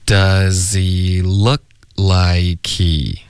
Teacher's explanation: 刚刚 does 的这个 z 呢就完全听不到任何送气的声音，可是 like 的这个 k 这就已经够了， likehe。你有没有听到 H 的音？也许有也许没有，可是对、啊、就很多人会争吵，可是重点就是 H 的音没有单单纯纯的就直接发 he 了， like he like he 这个 k 的这个送气的声音就已经代表这个 H 的音了。对，就更不可能会专门发一个 H 音。